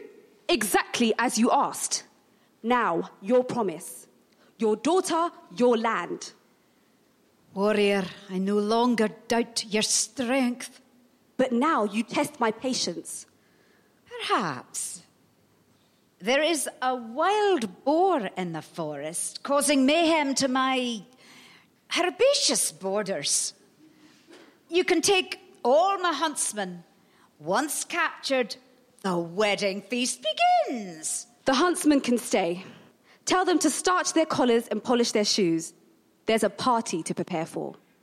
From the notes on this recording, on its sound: Recorded live at The Roundhouse Camden.